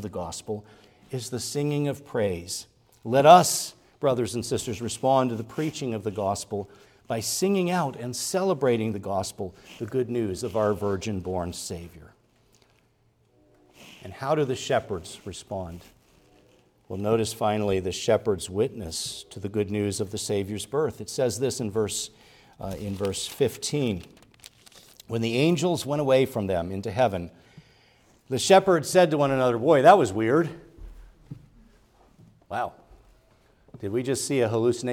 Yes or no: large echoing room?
yes